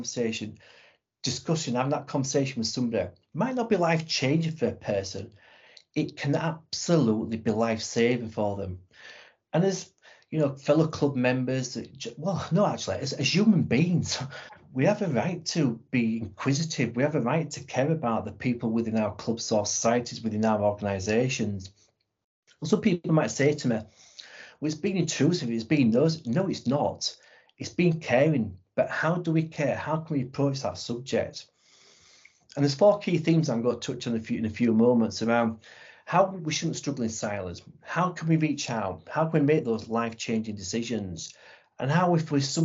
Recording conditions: video call